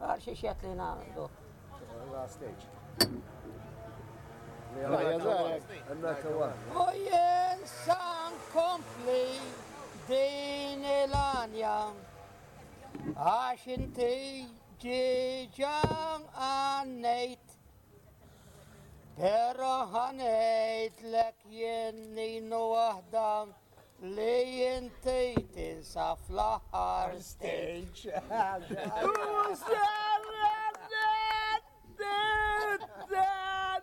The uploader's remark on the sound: Old men singing Maltese folk songs outside a cafe. This is a a chance recording of two old men singing folk songs for my mother when we took her to see the town where she was brought up.